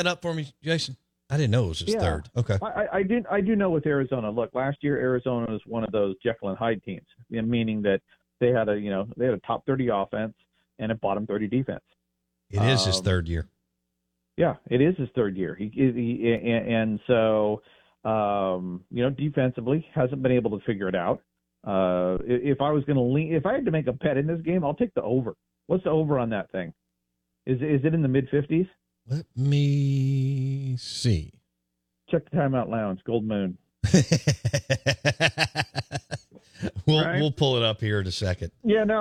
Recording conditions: phone line